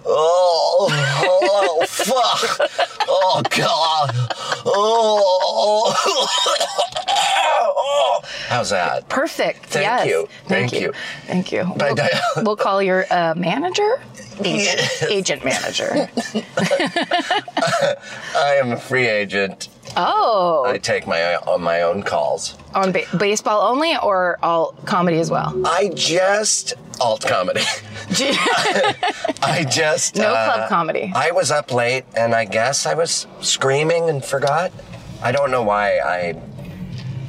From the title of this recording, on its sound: In the Car